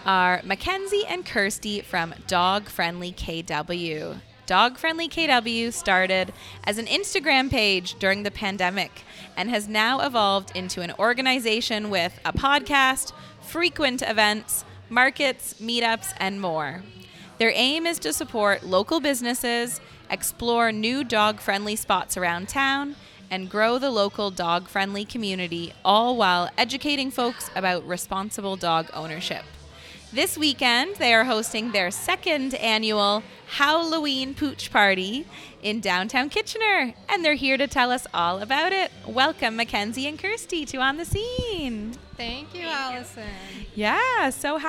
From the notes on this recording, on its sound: On the Scene is live at the Sugar Run speakeasy in downtown Kitchener.